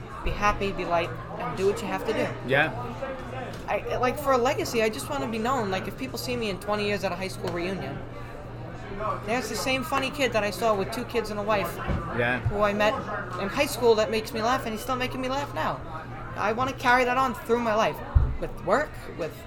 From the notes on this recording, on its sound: Apologies in advance for the disruptions and background noise. The #CRAfTLab which has very little privacy.